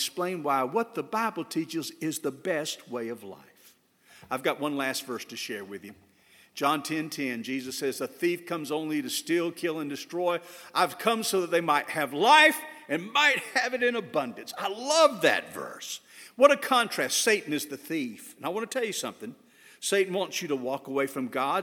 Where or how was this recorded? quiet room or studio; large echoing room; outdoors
large echoing room